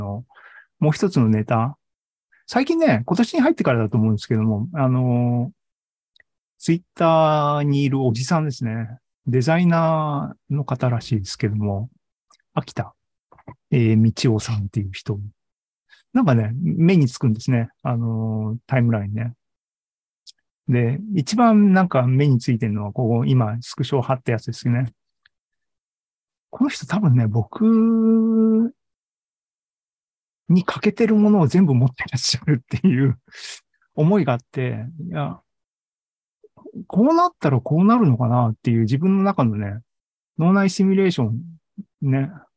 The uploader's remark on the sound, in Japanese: ２０２２年１１月３０日に開催した ZOOMライブの模様です。